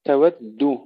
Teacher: الدال المشددة، ننتبه ولا تتحول إلى تاء